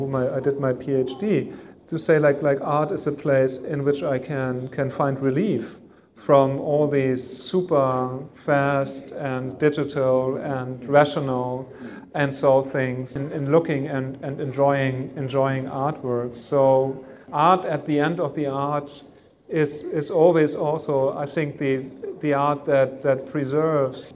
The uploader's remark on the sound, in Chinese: 本期播客是艺仓美术馆的公教对谈现场实录